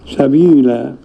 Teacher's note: هذا التنوين يبدل في الوقف ألف، سبيلا يبقى مد طبيعي، مد طبيعي حركتين